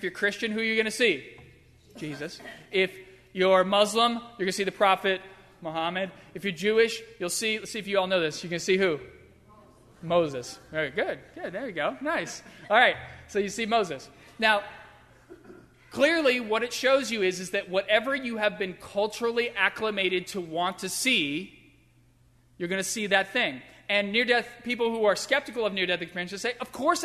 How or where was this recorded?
large echoing room